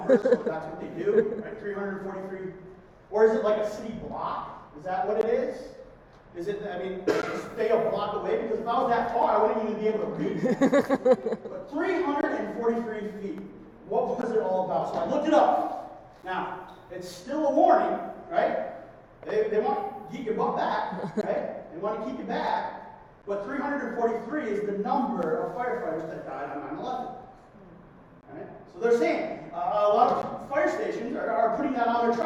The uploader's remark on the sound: Due to technical difficulties the sound quality of this week's sermon is less than our standard